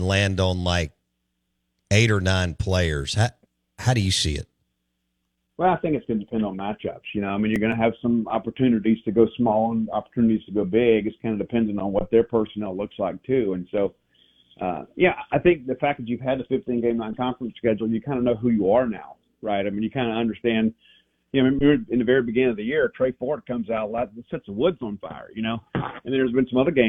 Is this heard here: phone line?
yes